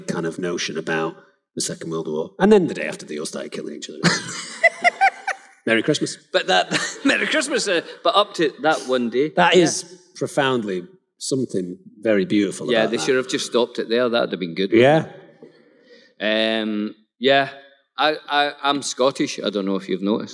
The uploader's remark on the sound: Live at the Fan Expo in Boston!